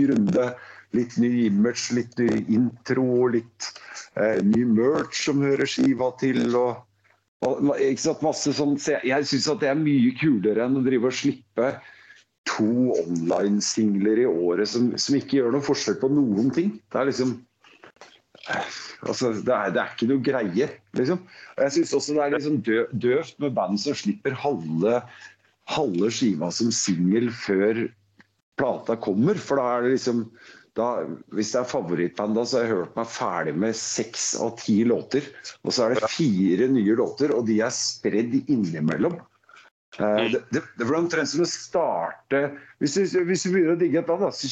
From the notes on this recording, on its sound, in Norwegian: Podcasten er innspilt via Skype.